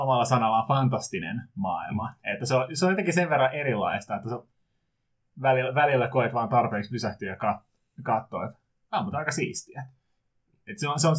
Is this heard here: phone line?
no